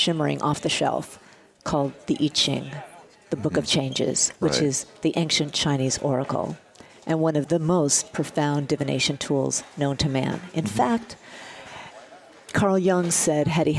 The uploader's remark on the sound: broadcasts from the Spring Digital Hollywood event with special guests and hosts on site in LA